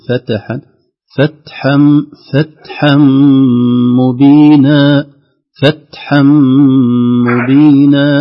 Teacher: التاء فيها همس خفيف وليس فيها قلقل